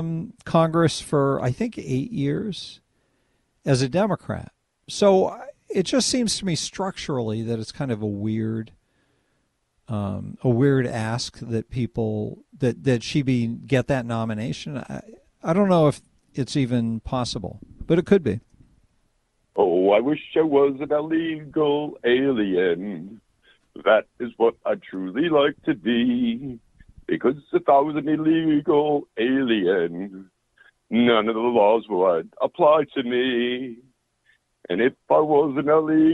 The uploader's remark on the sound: take phone calls